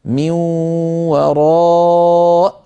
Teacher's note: ففي الوصل نقول من وراء حجاب، فننطق همزة مكسورة، وإن وقفنا نقف من وراء بهمزة ساكنة